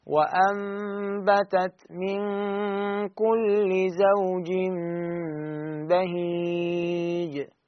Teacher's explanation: كما قلنا فيصير إخفاء شفوي، فنطيل غنة مقدار حركتين على الميم